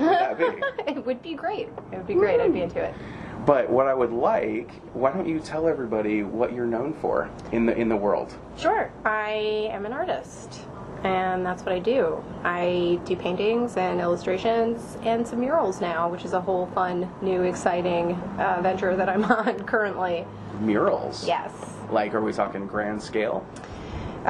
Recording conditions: background noise